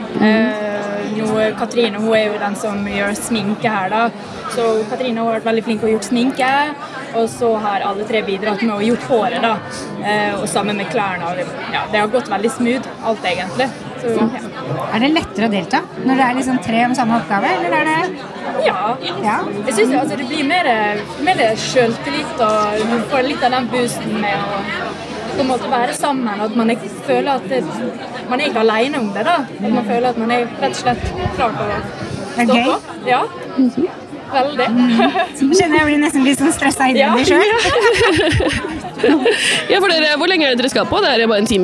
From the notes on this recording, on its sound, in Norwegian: Live fra årets frisørhelg på The Hub. I denne episoden er vi Live med mange spektakulære gjester på selveste NFVB sin stand på The Hub.